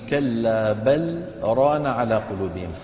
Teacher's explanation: سكت أخونا الذي كان يقرأ على لامي بل · Term: السكت